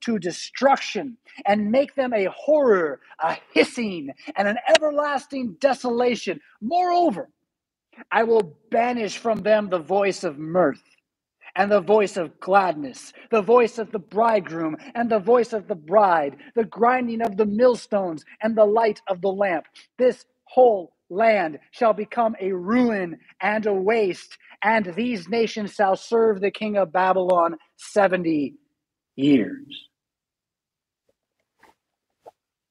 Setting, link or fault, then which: setting, large echoing room